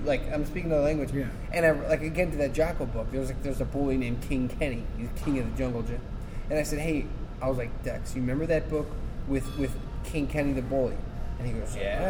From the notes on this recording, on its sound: At #RegionAle in Schererville, Indiana.